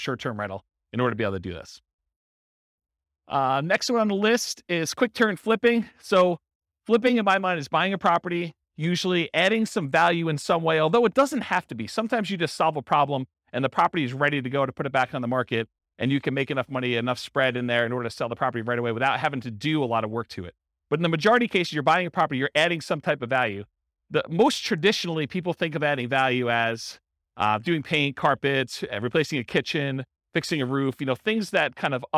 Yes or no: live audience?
yes